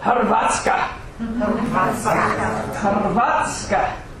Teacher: the R in Croatian, when it's between two consonants, makes an R sound, not just a R like we have, but it includes the vowel. So it looks like one of those bi-vowel situations, but it actually is a Hrvatska.